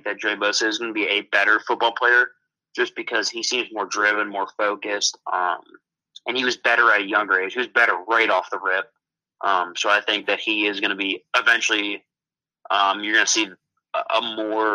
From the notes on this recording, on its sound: on the phone